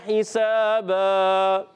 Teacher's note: दो ज़बर की तनिम को वफ़ की हालत में अलिफ से बदल देंगे, जिसको कहते हैं वफ़ बिल इब्दाल अल अलिफ। अब इस